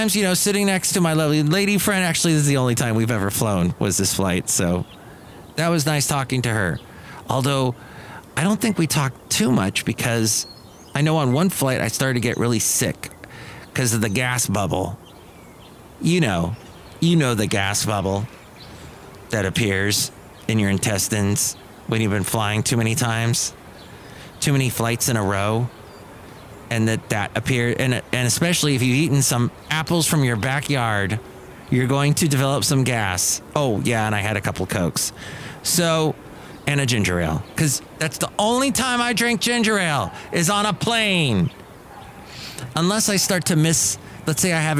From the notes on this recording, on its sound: podcasts live from Cafe Anyway